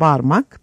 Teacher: Azeri Türkçesinde barmak P'li şekle geçmemiş